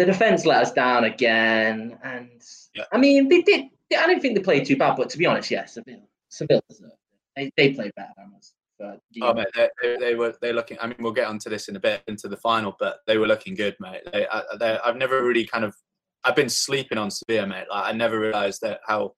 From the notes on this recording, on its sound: some audio issues